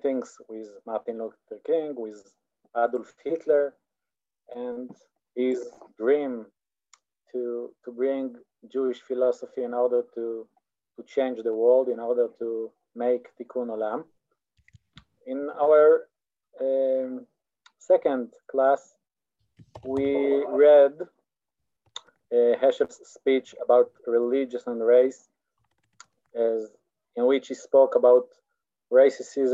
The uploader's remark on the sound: This audio was originally captured from Zoom